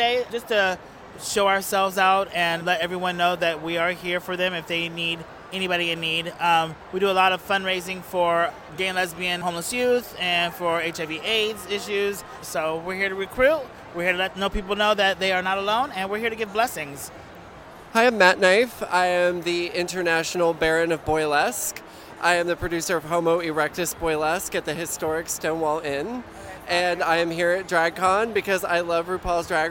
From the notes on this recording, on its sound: LIVE in studio + Interviews from the exhibition floor of RuPaul's Drag-Con 2017.